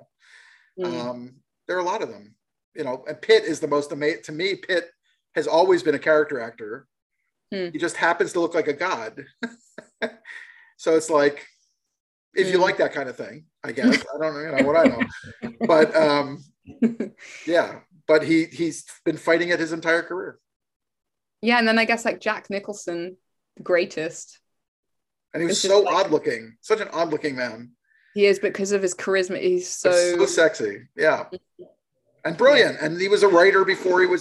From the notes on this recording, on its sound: (audio file corrected). Apologies… the first send had an audio file that was an hour short… a mystery… Shot via Zoom.